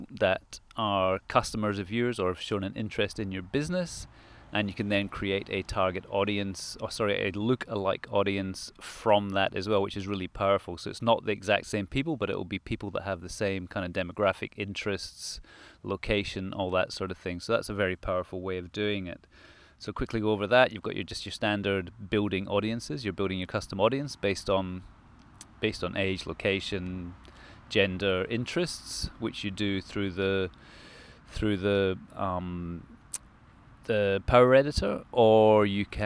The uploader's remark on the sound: Quick chat in the local park